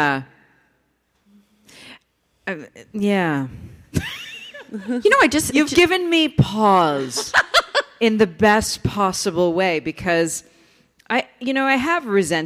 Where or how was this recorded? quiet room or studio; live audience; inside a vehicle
live audience